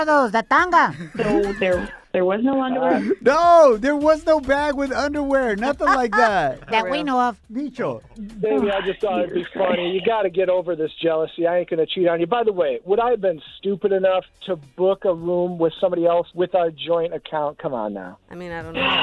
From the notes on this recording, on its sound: We put them both on the line to hear what they have to say! We opened up the phone lines and asked our listeners.